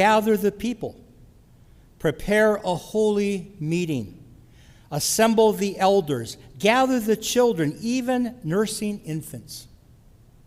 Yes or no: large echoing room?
yes